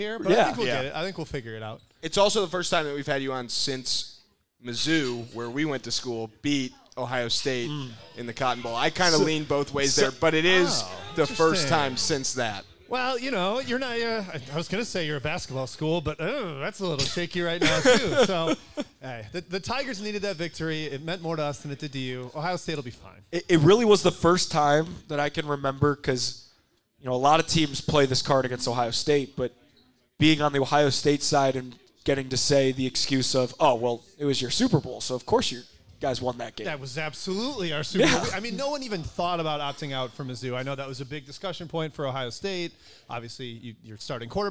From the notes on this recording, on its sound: recorded a LIVE episode of Drive The Lane at the Butcher's Tap in Wrigleyville